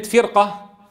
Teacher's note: الراء ساكنة ومسبوقة بكسر أصلي مثل هي، لكن بعدها حرف استعلاء غير مكسور فتفخم قولا واحدا